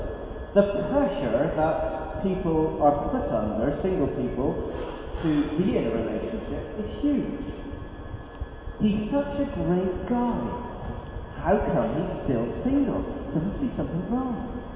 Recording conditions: poor sound quality